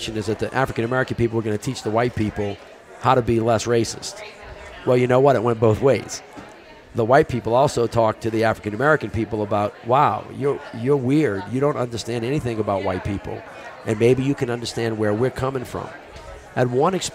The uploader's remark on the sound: Both conversations are held at the Aspen Ideas Festival, where all of our guests are presenting.